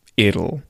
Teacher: it will turns into it'll, where the T sounds like a D